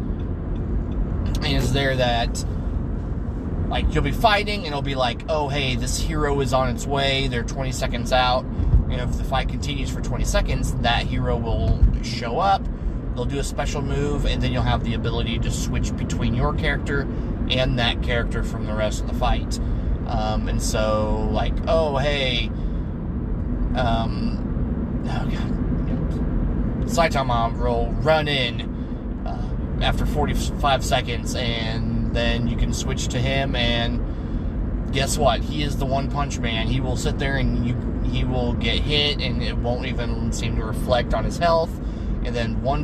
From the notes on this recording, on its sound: record while driving home